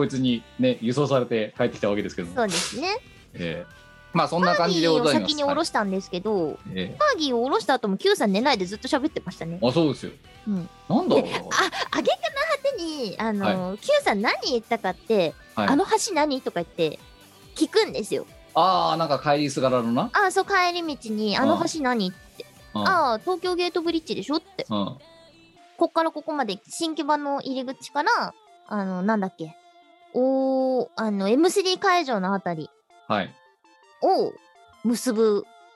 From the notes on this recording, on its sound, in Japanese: 本番組はリモート収録です。収録時環境の影響により、聴き取り辛い部分があります。途中で色々とノイズ等入りますが、収録時のものです。